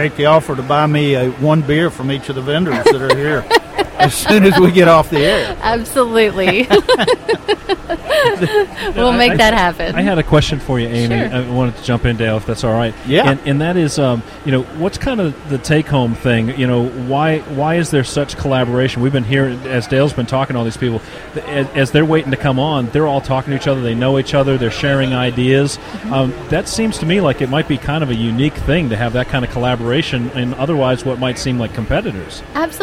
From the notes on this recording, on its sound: ON LOCATION. GearFest 2015.